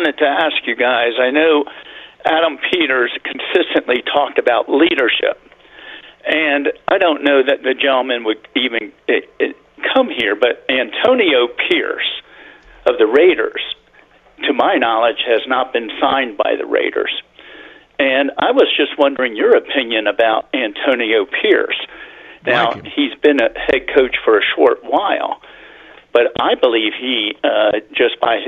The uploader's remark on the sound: takes calls from listeners